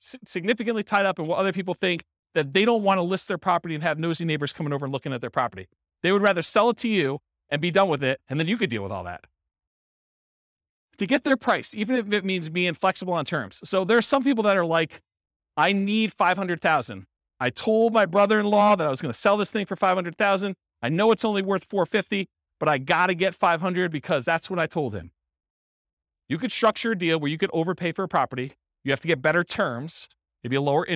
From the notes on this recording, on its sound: This was a live class recorded.